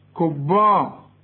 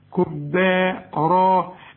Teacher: الباء والمد بتاعهم مرققين · Shown in: second take